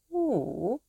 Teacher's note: It's not wu, but a kind of O, like the cooing sound of a pigeon. Wu. · Term: soft W